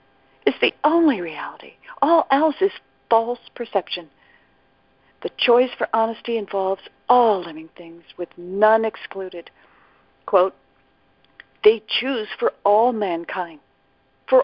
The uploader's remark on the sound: ACIM Daily TEXT Conference Call.